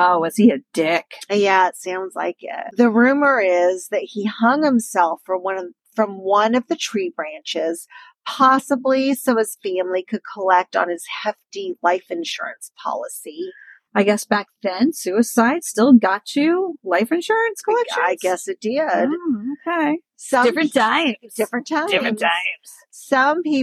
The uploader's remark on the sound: Back in the car.